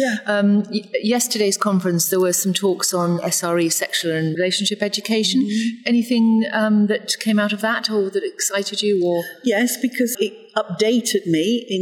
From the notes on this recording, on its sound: talking at the Faculty of Sexual & Reproductive Healthcare (FSRH) Annual Scientific Meeting held at Edgbaston Stadium, Birmingham, UK on 17–18 May 2018.